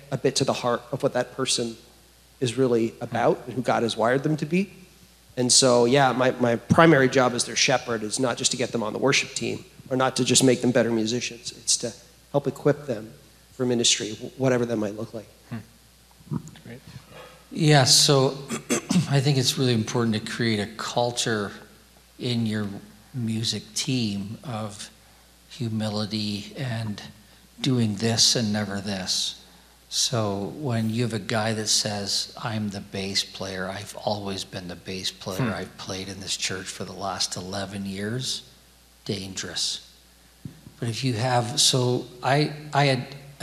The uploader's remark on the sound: take questions at the Behold Him Worship Conference that was held on October 21st, 2023